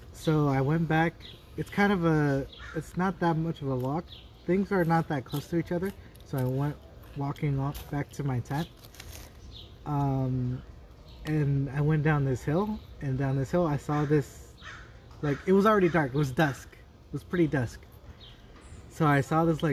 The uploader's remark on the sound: We sit outside and record an episode